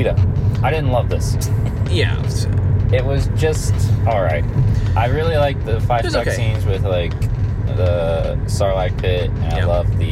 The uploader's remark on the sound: It was recorded using our phones so please excuse the poor sound quality.